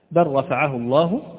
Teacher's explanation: اللام في نحو كلمة بل رفعه الله مثلا، بل رفعه الله، تدغم مع الراء للتقارب